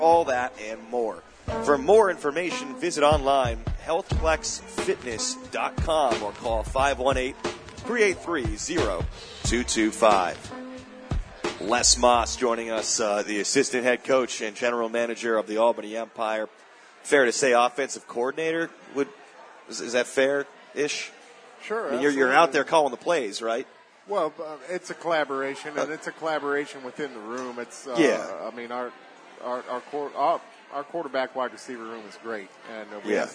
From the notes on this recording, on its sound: LIVE from the Recovery Room Sports Bar and Grill.